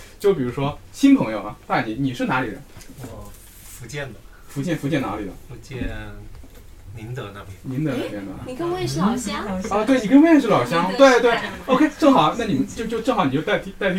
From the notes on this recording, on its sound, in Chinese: 这是一期非常放松的谈话，录音环境稍有嘈杂。